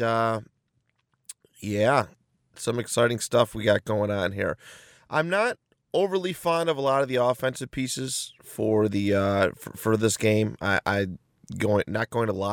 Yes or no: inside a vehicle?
yes